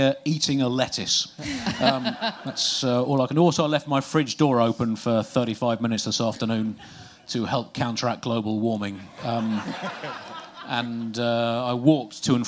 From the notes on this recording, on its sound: Recorded live at Underbelly Festival in London